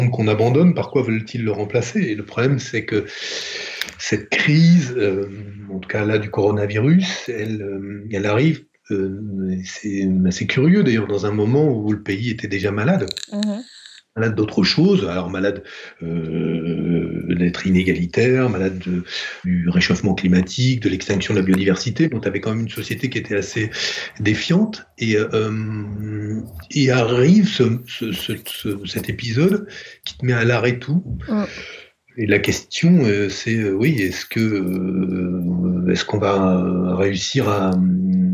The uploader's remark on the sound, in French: Depuis sa masure dans l’sud-ouest, reçoit sur Skype celles et ceux qui se sont déjà assis·es sur le velours de son canap’. Cet épisode a été enregistré en confinement.